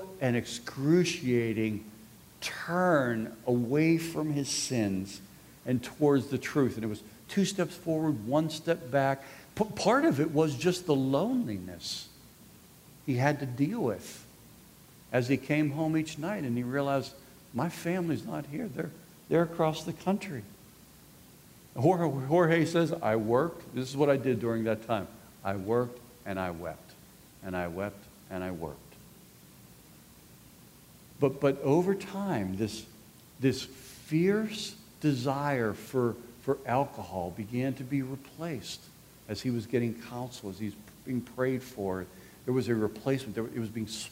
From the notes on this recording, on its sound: This resource was recorded live at the 2018 Institute: Loving Wayward Souls: Grace for our Prodigals.